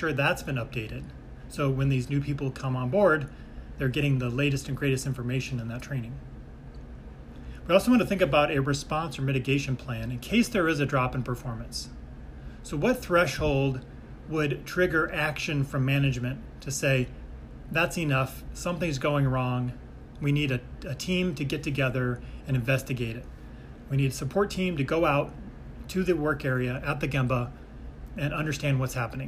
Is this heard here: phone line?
no